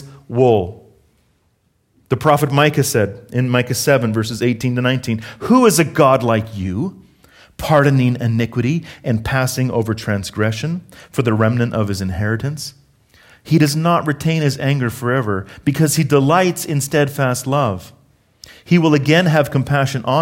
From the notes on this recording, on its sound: Harvest Calgary South Sermon Audio